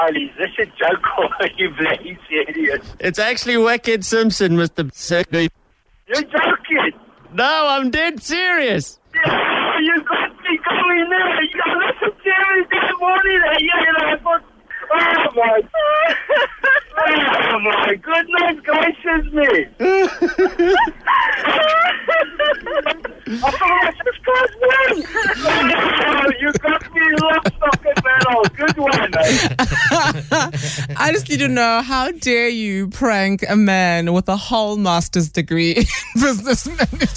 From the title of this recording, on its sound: This phone call did not go down as planned!